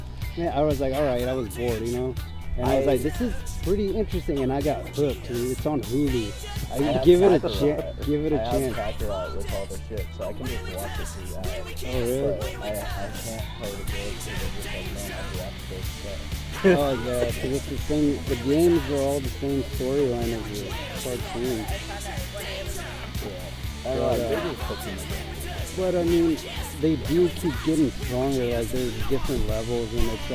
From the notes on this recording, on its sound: audio is iffy cuz we recorded this at the park.